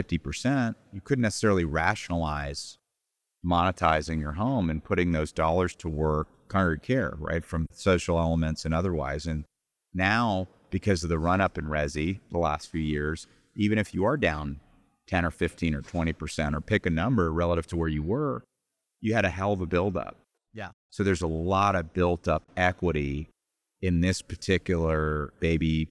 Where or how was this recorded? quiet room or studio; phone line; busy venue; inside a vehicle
busy venue